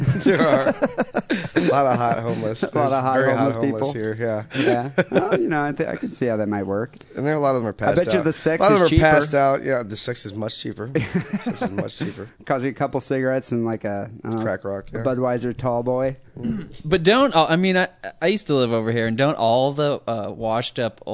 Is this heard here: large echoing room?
no